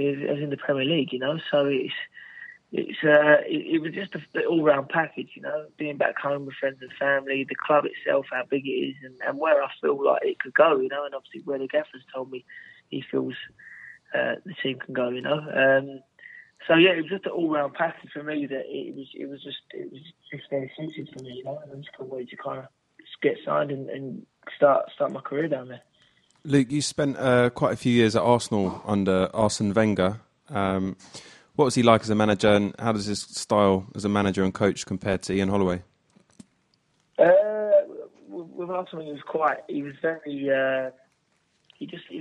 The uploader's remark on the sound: The lads are also joined on the phone by midfielder